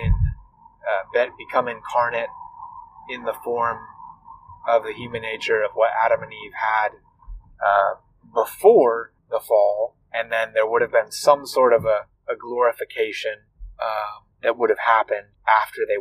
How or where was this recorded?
inside a vehicle